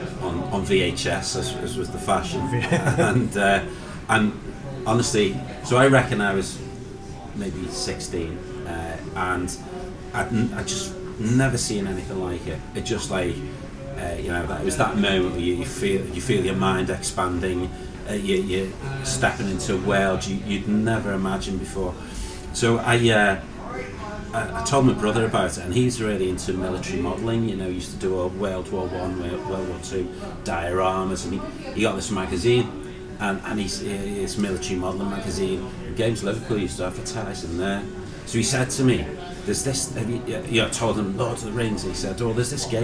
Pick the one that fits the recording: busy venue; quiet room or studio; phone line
busy venue